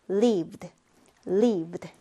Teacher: v 발음 같은 경우는 성대가 울리는 유성음입니다. v 했을 때 성대가 울리기 때문에 이때의 ed 발음은요. d로 발음을 해주면 됩니다.